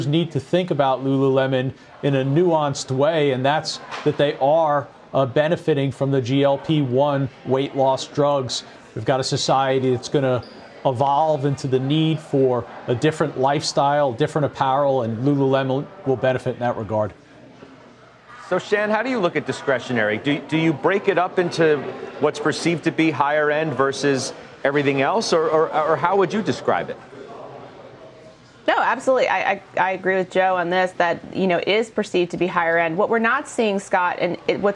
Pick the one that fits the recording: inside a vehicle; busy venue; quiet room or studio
busy venue